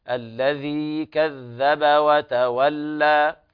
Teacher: ويلاحظ مد الياء حركتين